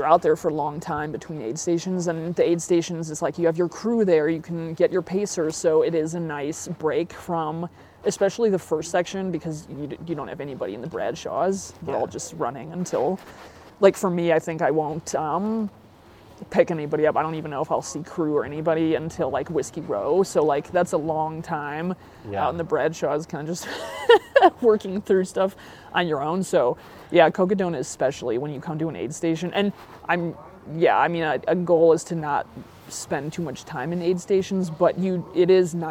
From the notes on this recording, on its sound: Met up at the Grand Canyon to record this episode. We recorded outside after we both wrapped up our runs for the day.